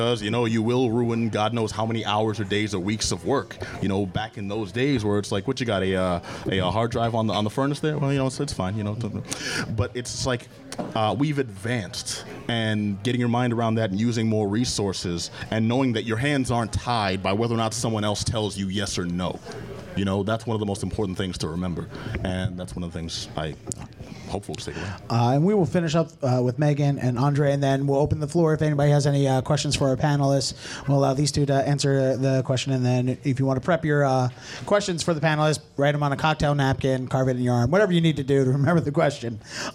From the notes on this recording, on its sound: Boston SciFilm Fest Panel. This episode of the podcast was recorded live at Orleans Restaurant in Davis Square as part of the 44th Annual Boston SciFi Film Festival .